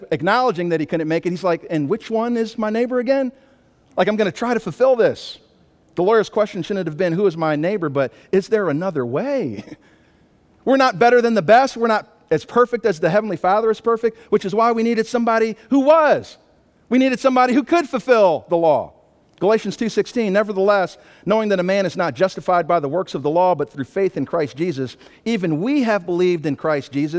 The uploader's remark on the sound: Sunday Morning Worship Service.